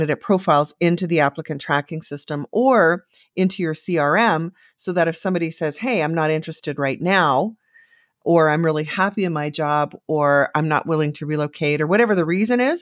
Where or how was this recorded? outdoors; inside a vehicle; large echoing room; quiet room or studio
quiet room or studio